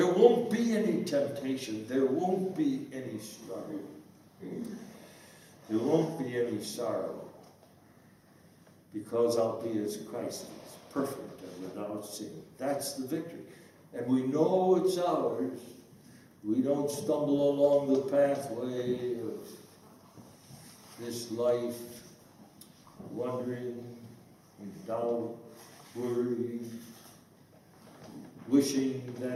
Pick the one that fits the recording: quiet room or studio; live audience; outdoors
live audience